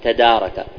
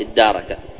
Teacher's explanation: الدال حولت التاء إلى دال أخرى · Shown in: second take · أصله إيش؟ تدارك، فصارت الدارك. · Term: إدغام